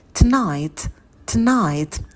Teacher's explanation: на «т» опять добавляем придыхание